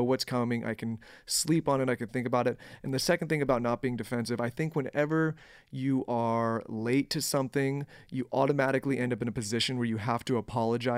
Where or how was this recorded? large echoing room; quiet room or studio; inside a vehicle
quiet room or studio